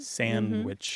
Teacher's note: Oh, yeah, and sandwich without the D.